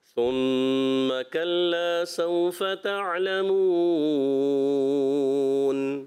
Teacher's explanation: عرف لین کو نرمی سے پڑھتے ہیں، جھٹکا نہیں دیتے، سختی نہیں کرتے